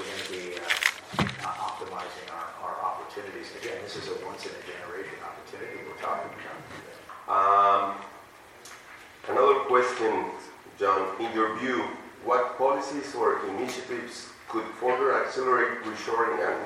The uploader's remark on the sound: a panelist at the recent 2023 NADBank Summit